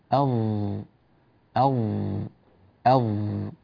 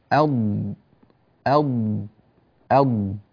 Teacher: الضاد تكون بإلصاق اللسان في الحنك الأعلى، لا يخرج منه شيء إلى الخارج، واعتماد النطق على جوانب اللسان · Shown in: second take